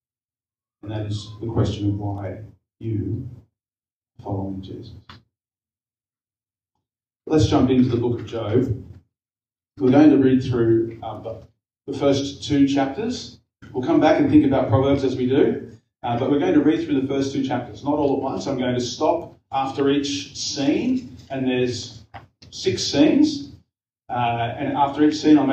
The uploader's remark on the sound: We apologize for the lower audio quality again this week. We have had a slight technical issue which should be sorted for next week.